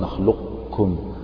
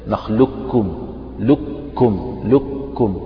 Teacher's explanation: ننطق بالكاف فتقول نخلقكم، بس طبعا برضو بدون قلقلة، نخلقكم يعني يبقى التفخيم كأنك تنطق بقاف كده مفخمة لكن غير مقلقلة، وبعدها مباشرة تنطق بالكاف · Shown in: first take